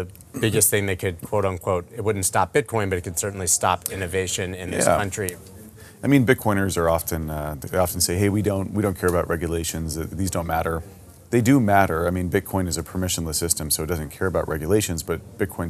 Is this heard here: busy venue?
yes